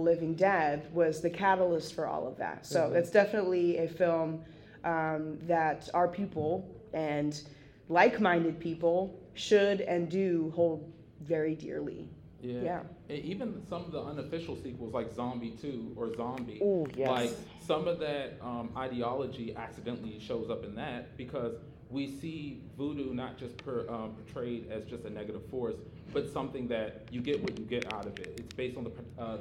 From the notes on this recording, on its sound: Live From NYCC. A LIVE podcast recording at New York City Comic Con 2023.